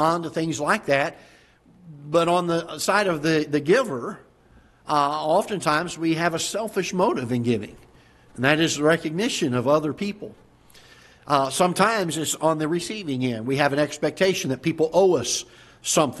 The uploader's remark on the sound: Ketha Heights Baptist Church ~ Live Broadcast